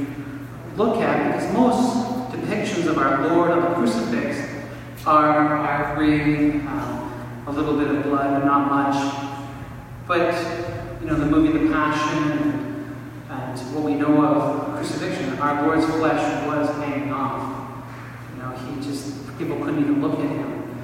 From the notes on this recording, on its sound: This talk was given on March 16, 2019 at the Step Up Men's Conference in Montreal, Quebec, Canada. The event was hosted by Serviam Ministries and the Band of Christian Brothers Men's Group.